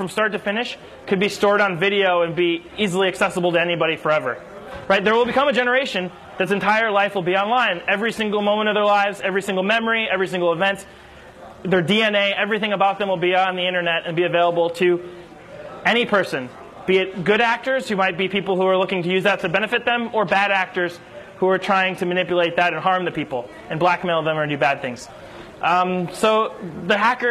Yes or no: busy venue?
yes